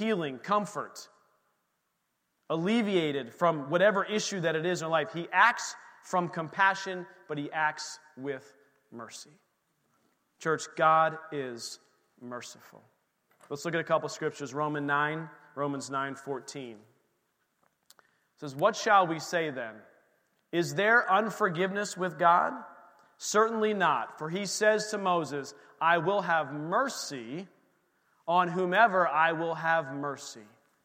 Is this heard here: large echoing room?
yes